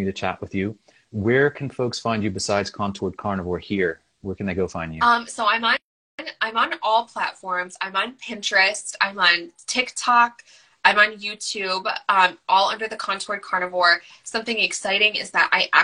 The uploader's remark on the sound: Originally recorded on Instagram Live